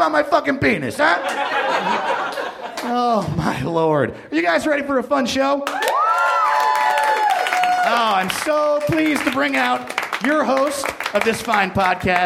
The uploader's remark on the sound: live at NerdMelt!